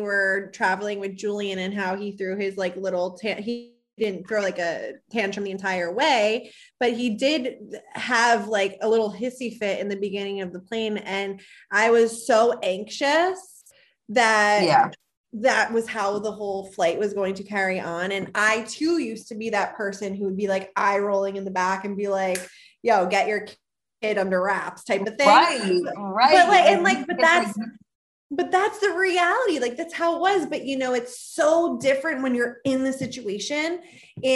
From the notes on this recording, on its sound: The One Where We Podcast From a (kinda Bubble) Bath. The sisters are switching things up as they record from zoom and a bubble bath!!